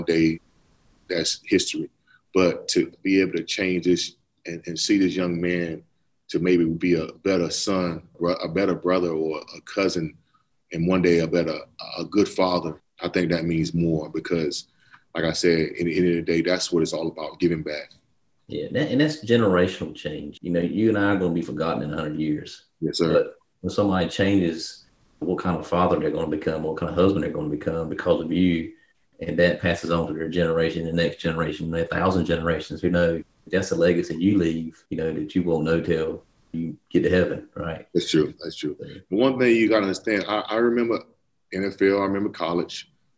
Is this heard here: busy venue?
no